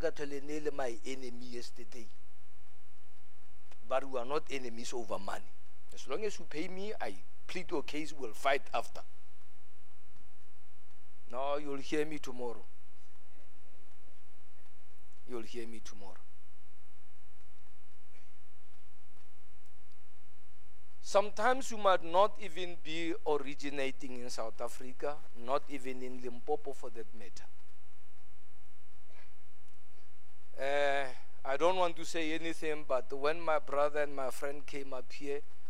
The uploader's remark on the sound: at God's Tabernacle Christian Family Church's Men's Conference service on the 21th of March 2023